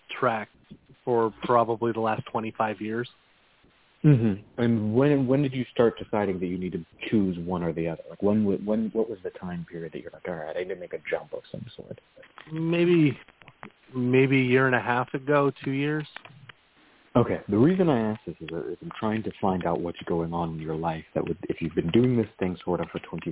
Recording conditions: phone line